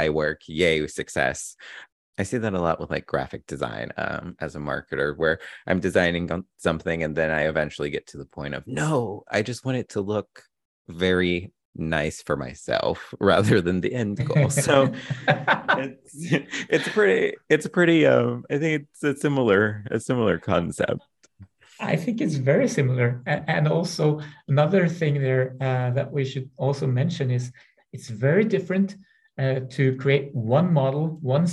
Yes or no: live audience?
no